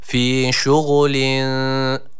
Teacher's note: Gayn harfi var. Hani boğaz harfidir ve bu harfi çıkarırken gargara yaptığımızı düşünelim. Hani gargara yaparken çıkan ses var ya, işte bu ses bu harfin mahrecinde gizlidir.